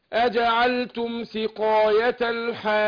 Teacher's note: أنا عايز أمد الألف بتاع الحاج ست حركات وأنزل على تشديد الجيم